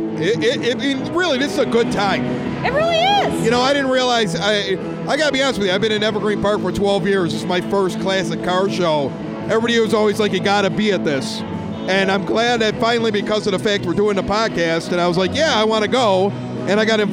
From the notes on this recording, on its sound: Record LIVE from The EP Hot Rod Classic Car Show. When a member of the crowd grabs the mic and jumps in on the show.